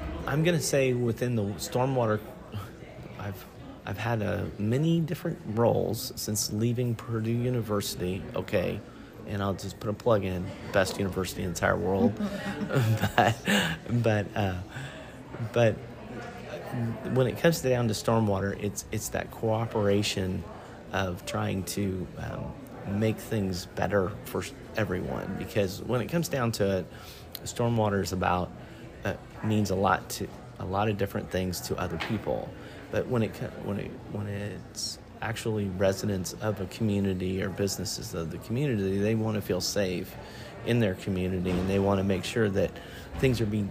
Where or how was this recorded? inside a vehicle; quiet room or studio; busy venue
busy venue